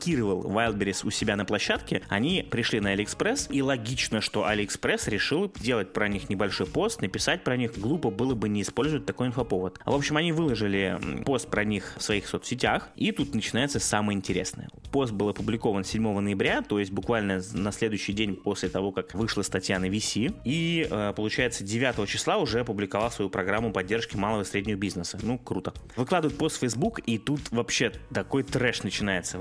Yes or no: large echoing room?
no